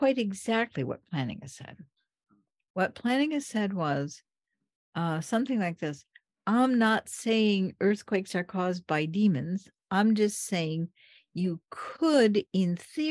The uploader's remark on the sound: This talk was given via Zoom to the students at Trinity Western University.